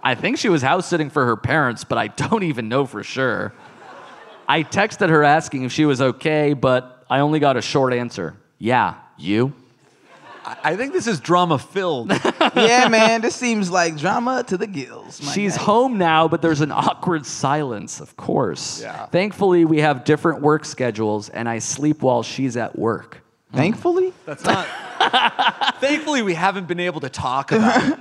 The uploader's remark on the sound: live on stage as part of Just for Laughs comedy festival in Montreal